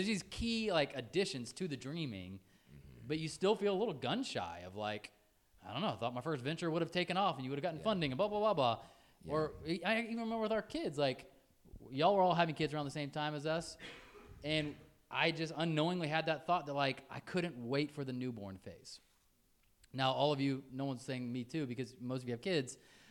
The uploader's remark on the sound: Enjoy this dynamic conversation that we had together during our first live show in Atlanta, Georgia. Live audience engagement throughout this episode made it even more interesting and insightful.